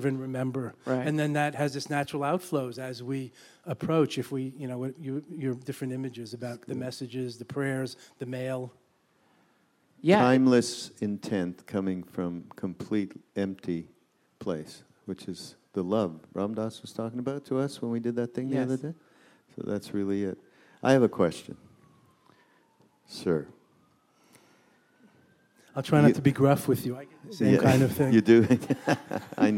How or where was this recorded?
live audience